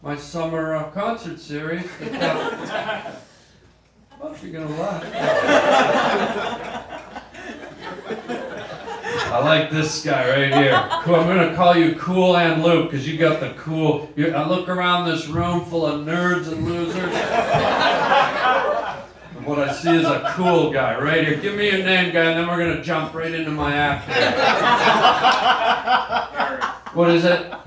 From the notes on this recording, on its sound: goes live on stage